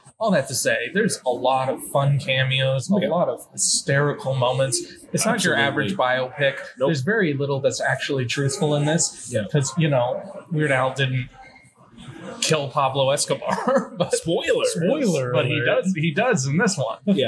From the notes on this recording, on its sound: The boyz were on location at TIFF '22.